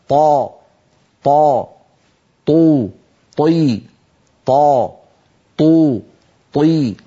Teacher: فالطاء الفصيحة طاء مجهورة شديدة